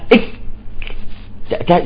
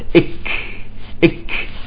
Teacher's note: أيضا الكاف والتاء تخلصوا منها بالهمس، إذا قلت حرف شديد الكاف إك تجد أن الصوت انحبس